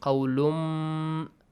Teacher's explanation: The نون sound in قولٌ will be merged into ميم. There will be no longer a نون sound. · Term: إدغام with غنة